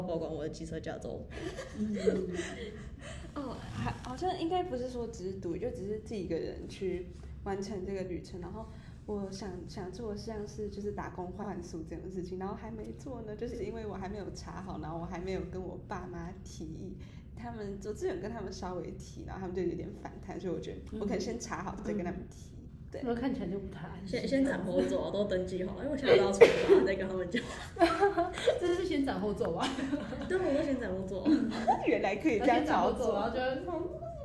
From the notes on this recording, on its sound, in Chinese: 因為我們錄音被提醒音量降低，。所以後半段有一段比較小聲，。